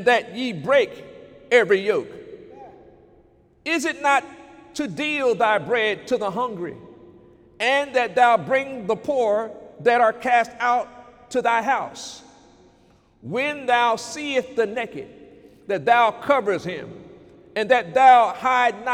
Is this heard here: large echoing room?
yes